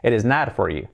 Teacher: Y la T de not no se dice it is not for you, sino se convierte en una R suave